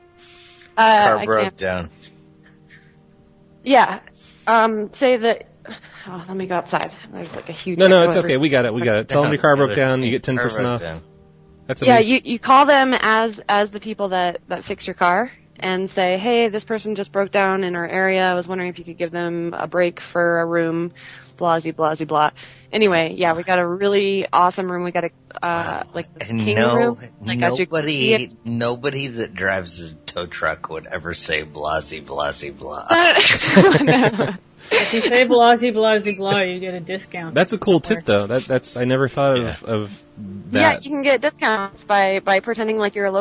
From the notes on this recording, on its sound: RBCP's Personal Prank Phone Calls Collection